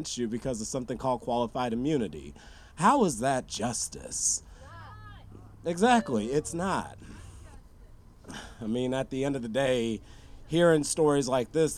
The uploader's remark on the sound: Sounds from the 2023 Memorial Walk for Justice for Timothy Charles Lee. Near the Concord BART station. We’ll hear some voices from the Memorial event.